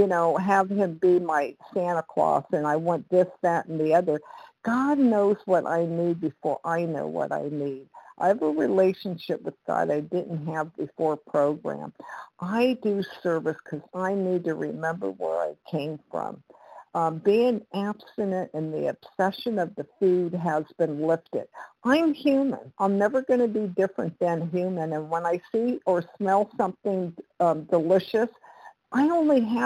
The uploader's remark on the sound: 100 Pounders Phone Meeting